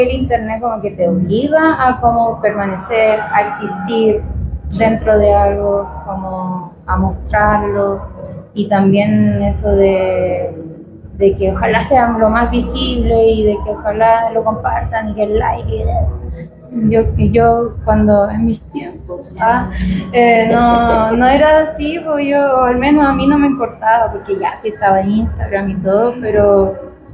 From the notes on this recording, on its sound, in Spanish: en el Festival Rayón 2023 desde House Of Vans CDMX